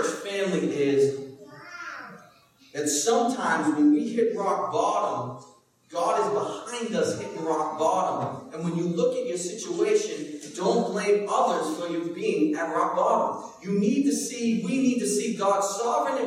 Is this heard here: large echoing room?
yes